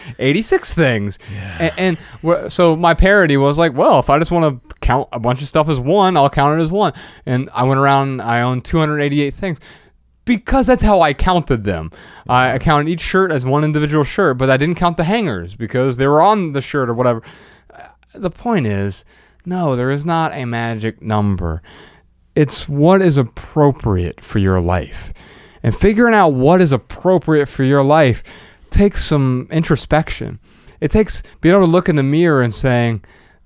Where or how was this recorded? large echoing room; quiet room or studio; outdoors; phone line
quiet room or studio